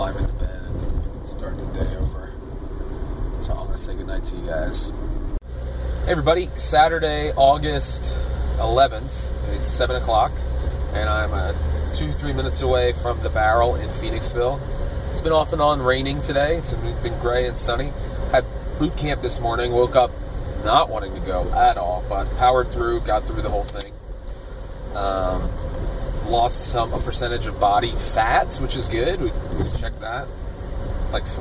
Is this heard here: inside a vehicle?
yes